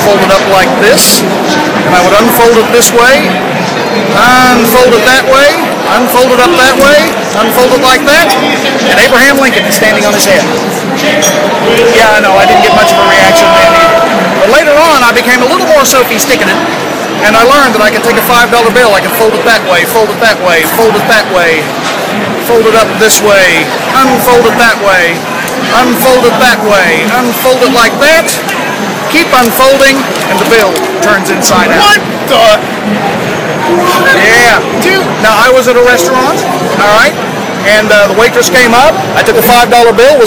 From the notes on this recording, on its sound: This episode was recorded at Planet Comicon in Kansas City, MO.